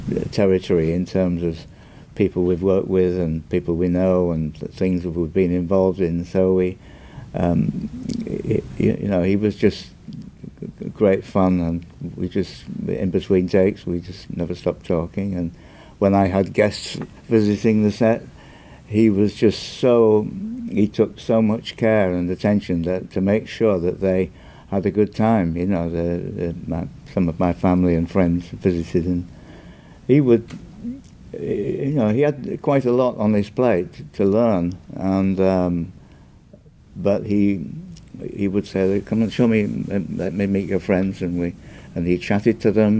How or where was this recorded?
busy venue